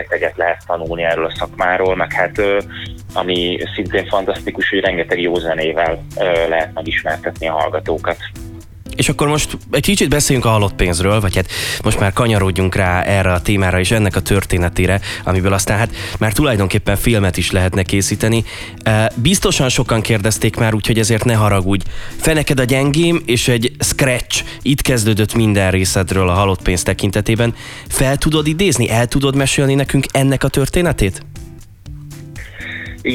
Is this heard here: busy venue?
no